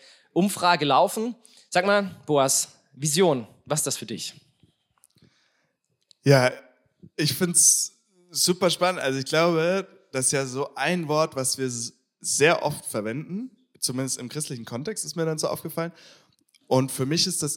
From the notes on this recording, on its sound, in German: Das besondere: es ist ein Live Talk mit grandiosem Publikum der Coaching-51 Freizeit bei WDL.